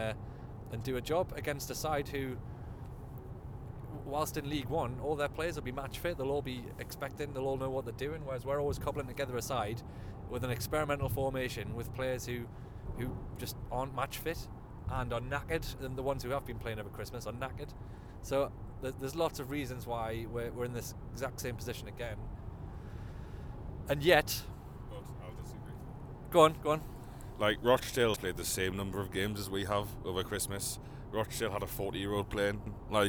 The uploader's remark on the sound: in the car straight from the ground